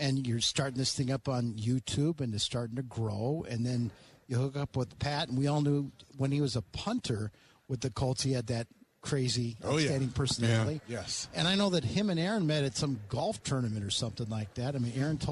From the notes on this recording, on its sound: live on Radio Row in Los Angeles